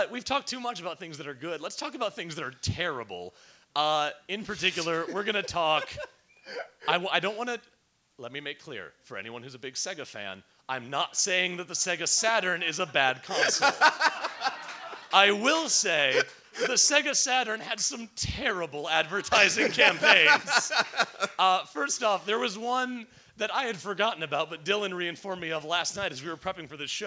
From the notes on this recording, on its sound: Live from Beat Kitchen in Chicago, IL. Our first ever live show, recorded at the Chicago Podcasters Unite C2E2 show on March 16th, 2019! The crowd was great.